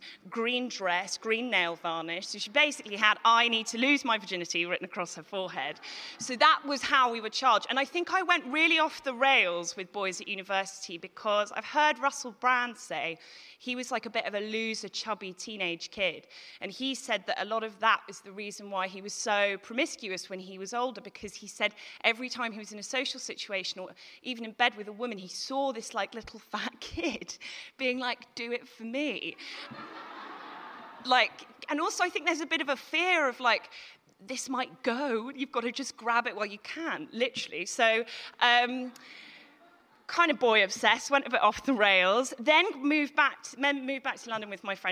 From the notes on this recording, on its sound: Recorded at The Tabernacle on March 2018.